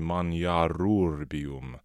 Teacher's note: we actually have a closed consonant ending eliding into a vowel ending · Term: elisions